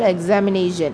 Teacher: Fourth syllable gets the primary stress, and first syllable gets secondary stress